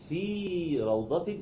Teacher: في روضه المد الطبيعي بحافظ عليه ومد من حركتين